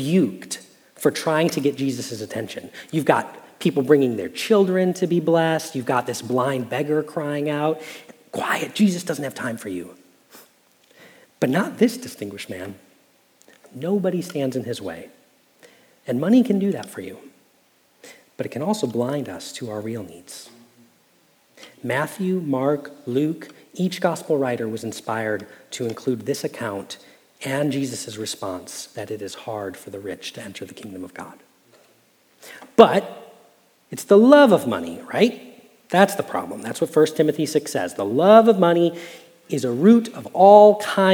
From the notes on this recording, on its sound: Message Preached at Valley Creek Church